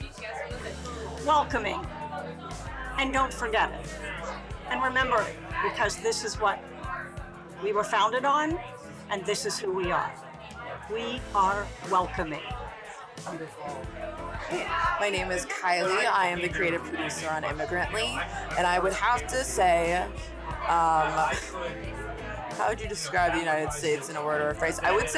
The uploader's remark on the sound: The audio is raw, and there is some background noise.